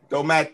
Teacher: the emphasis has to be on the last syllable, T. Domati.